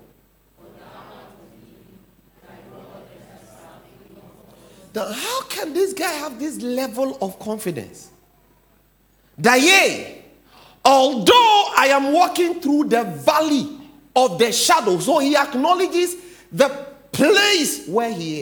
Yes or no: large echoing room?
yes